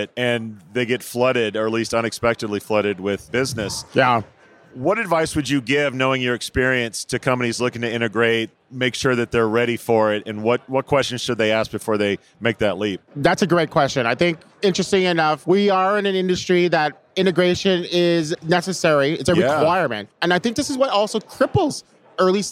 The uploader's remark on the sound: Live from UNLEASH America in the Workhuman booth